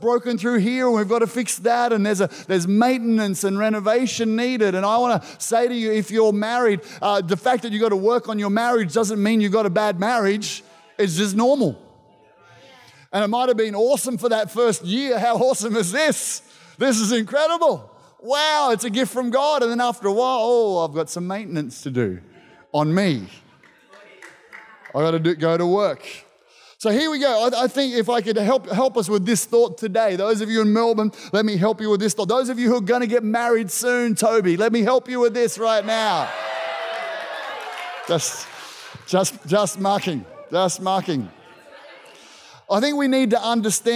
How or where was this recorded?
live audience